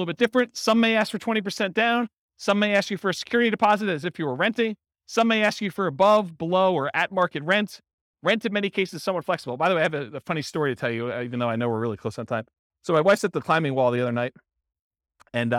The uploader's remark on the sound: This was a live class recorded to give investors a solid qualitative overview of all the different real estate investing strategies. In-person version.